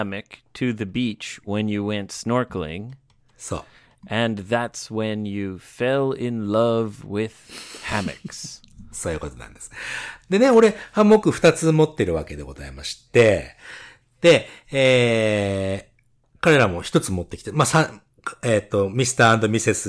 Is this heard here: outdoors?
no